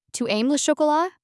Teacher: Ends with your pitch rising, signaling that you're asking a question. · Term: rising intonation